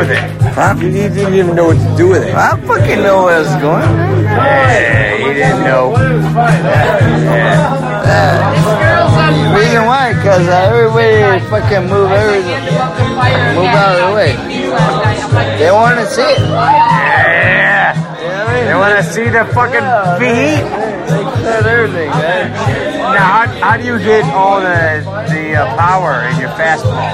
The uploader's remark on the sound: Live From the Club 400 Tent.